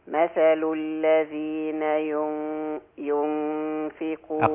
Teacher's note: بس رقق الغنة في كلمة ينفقون. مثل الذين ينفقون أقل الغنة رقيقة جدا.